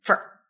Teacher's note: So my second tip is once you've learned some of these fine points of pronunciation, for example, that Americans will take the word F-O-R and pronounce it for really quickly, almost no vowel in conversation